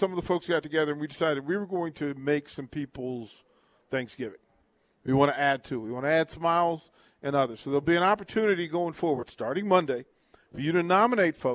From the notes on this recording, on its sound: Live from Wingstop - 28th & Pine Lake.